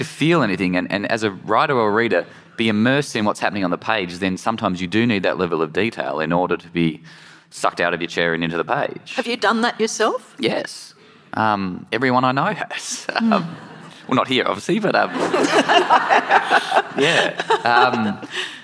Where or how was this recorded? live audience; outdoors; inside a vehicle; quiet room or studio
live audience